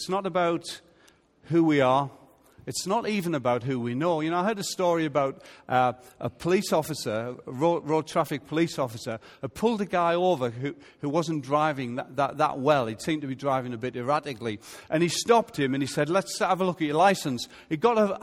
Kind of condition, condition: setting, large echoing room